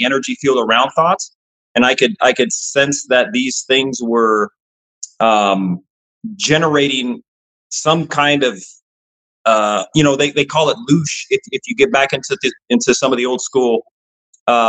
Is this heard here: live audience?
no